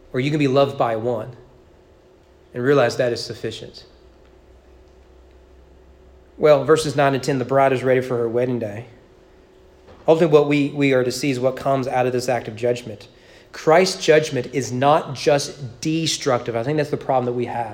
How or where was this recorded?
large echoing room